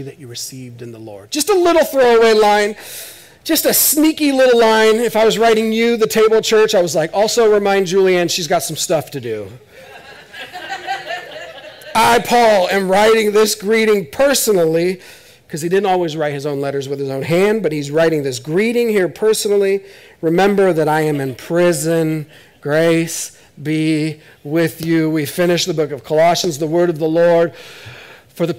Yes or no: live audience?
yes